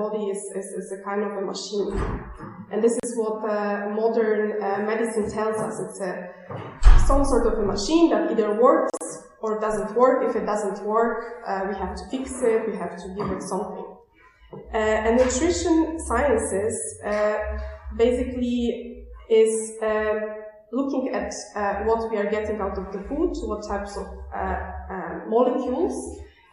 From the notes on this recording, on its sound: This conversation was recorded at a MQ event in Zurich on April 25th, 2019, and also includes Q&A from audience.